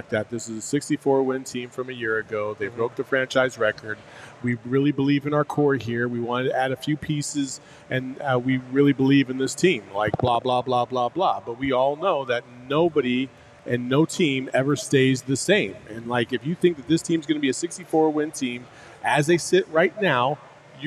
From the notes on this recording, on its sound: all LIVE at FOUR PEAKS in Tempe